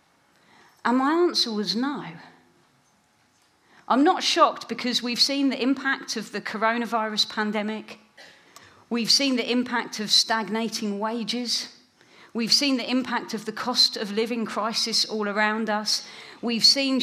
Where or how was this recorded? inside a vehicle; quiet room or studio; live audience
live audience